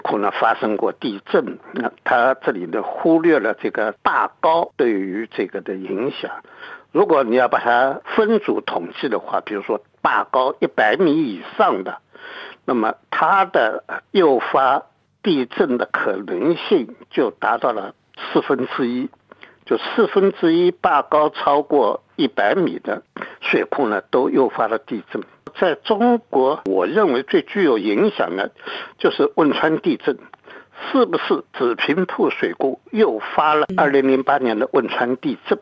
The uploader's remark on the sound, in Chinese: 电话采访